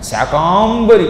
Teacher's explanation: ఉచ్చారణ చేతకాక సంస్కృతం రాక శాకాంబరి అని దీర్ఘం తీయటం, శాకాంబరి లేకపోతే ఇంకో వేణాంబరి కాదు, శాకంభరి ఒత్తు భ, శాకంభరి ఇతి విఖ్యాతిం తదా యాస్యామ్యహం భువి.